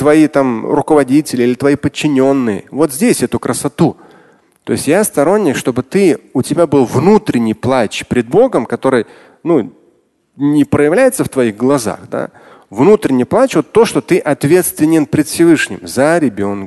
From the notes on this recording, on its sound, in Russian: Вопросы из зала.